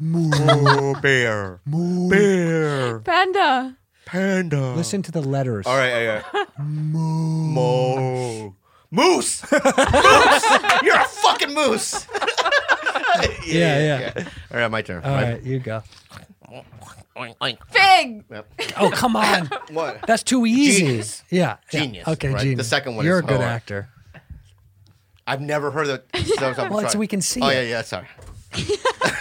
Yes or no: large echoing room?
no